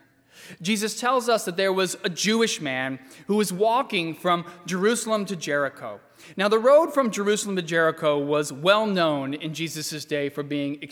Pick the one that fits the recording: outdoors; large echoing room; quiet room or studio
large echoing room